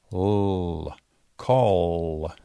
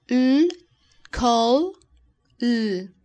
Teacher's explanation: El sonido de la terminación vibra en la garganta. · Term: consonante sonora